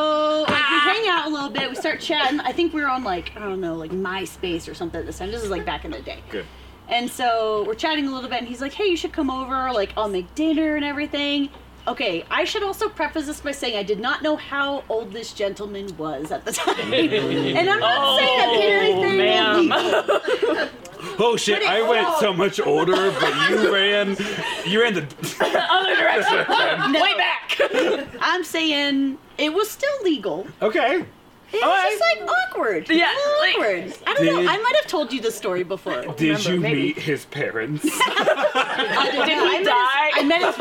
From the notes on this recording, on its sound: The Live Show. LIVE from Denver!! Filmed and recorded in our friend's backyard.